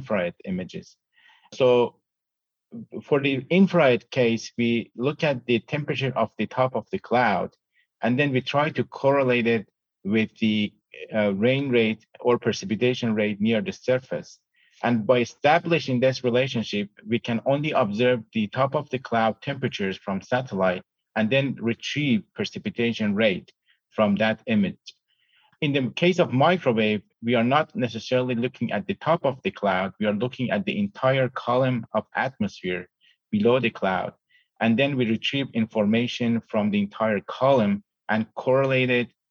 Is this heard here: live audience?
no